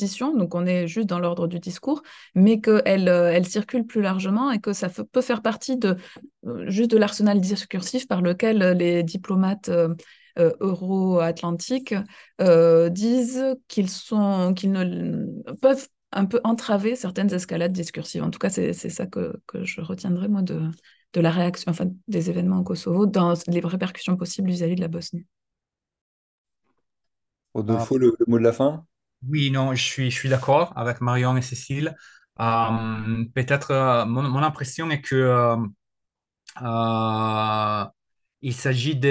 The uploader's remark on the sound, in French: Replay | Webinaire.